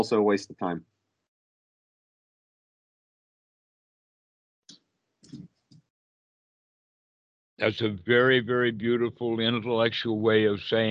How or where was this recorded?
video call